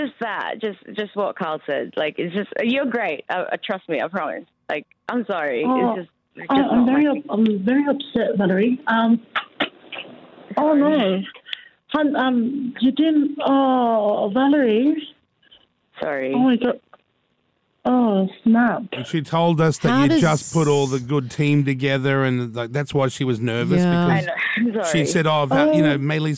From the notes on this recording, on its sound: help her do it over the phone